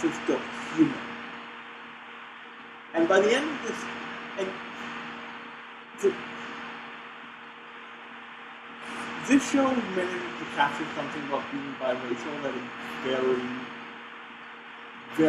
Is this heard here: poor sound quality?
yes